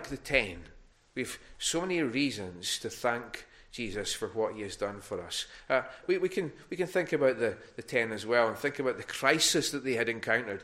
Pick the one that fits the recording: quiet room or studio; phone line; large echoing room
large echoing room